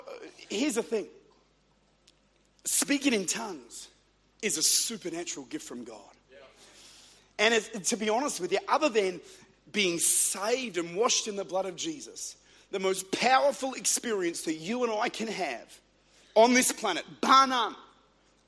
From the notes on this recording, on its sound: Recorded at Bridge Church, Melbourne.